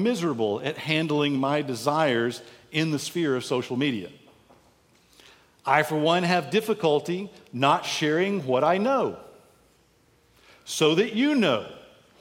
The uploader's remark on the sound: lectures given at the 2023 Convocation for the Jurisdiction of the Armed Forces and Chaplaincy®